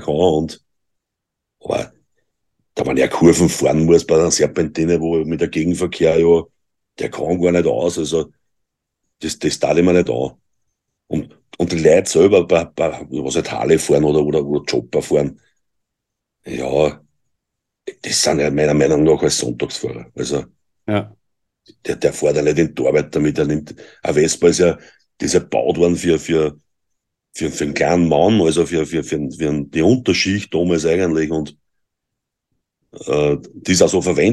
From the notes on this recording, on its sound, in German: Wir haben uns über Zoom getroffen!